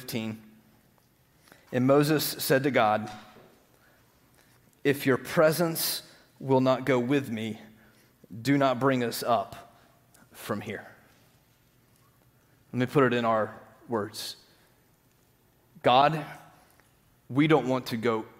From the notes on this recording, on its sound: Green Hill Church Live - Second Service.